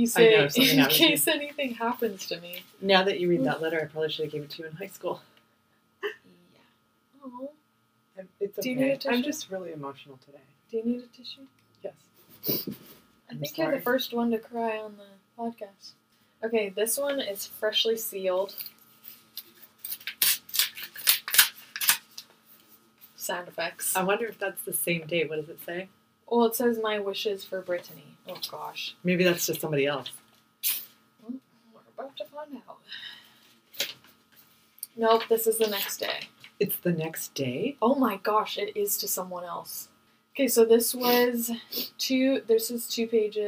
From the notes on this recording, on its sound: This episode the audio is a little bit better, but not by much.